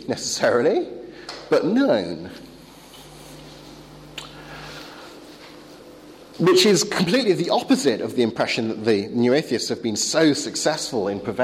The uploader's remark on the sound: Talk delivered to the philosopher's track of the European Leadership Forum 2013 in Poland.